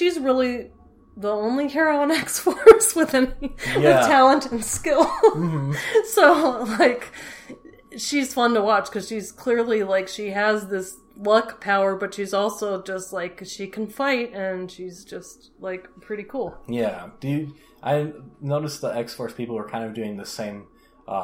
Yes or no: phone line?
no